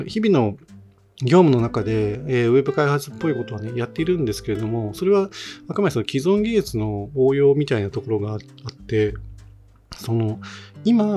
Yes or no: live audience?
no